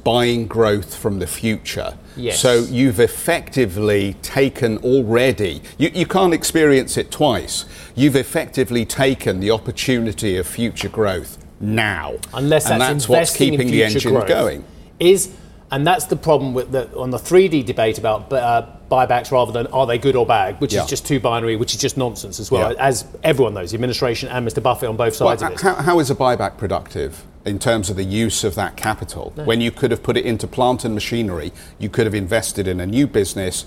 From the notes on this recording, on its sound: we are live in Barcelona at Mobile World Congress